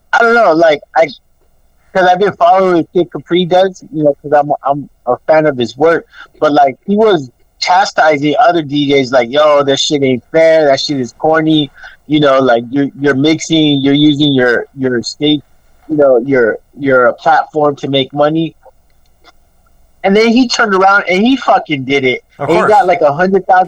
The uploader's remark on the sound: At the home of La Clika Podcast GruntCore Studios. We chopped it up on the phone.